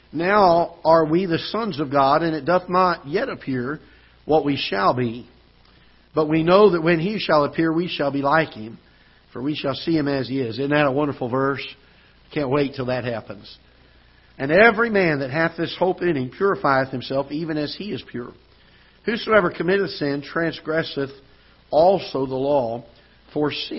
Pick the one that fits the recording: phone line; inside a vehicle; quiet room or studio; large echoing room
large echoing room